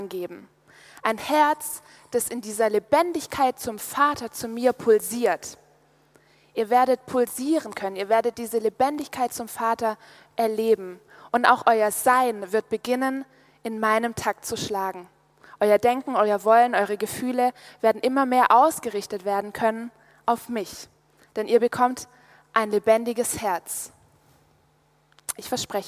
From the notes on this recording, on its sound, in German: aus dem Gottesdienst beim Youth Prayer Congress (YouPC)